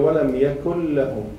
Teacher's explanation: شو رايك ولم يكن له يكن له يكن يعني هون النون الساكنة تاعت يكن لا نلفظها أصلا ننتقل من الكاف المضموم إلى اللام المشددة · Term: إدغام بلا غنى